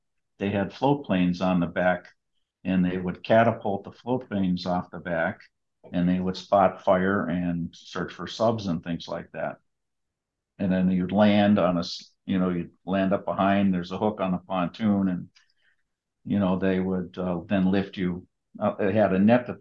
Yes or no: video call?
yes